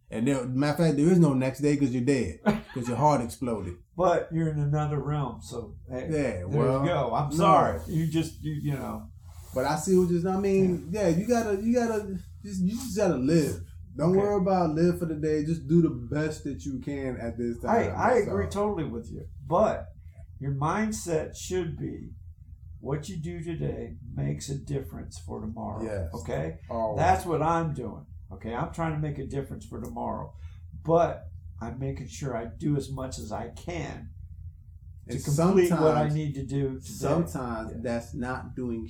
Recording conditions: poor sound quality